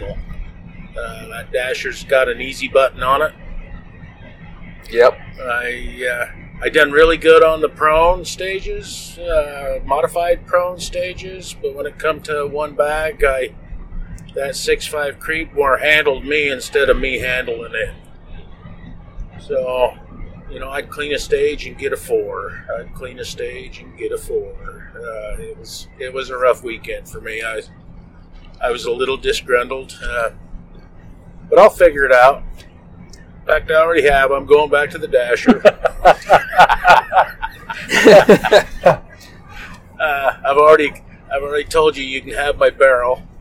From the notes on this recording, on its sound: We recorded this podcast on the drive home from the SAC Blue Ridge Rumble PRS match, that was held in Benge, Washington.